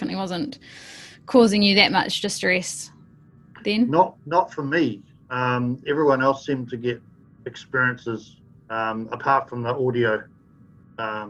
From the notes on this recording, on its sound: Due to the pandemic episodes are recorded via Zoom so the sound quality may not be of the highest standard.